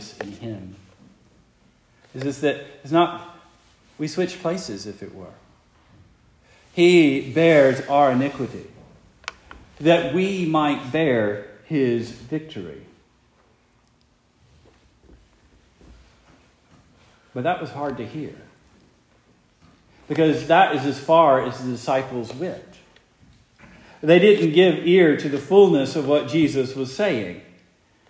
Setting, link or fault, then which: setting, large echoing room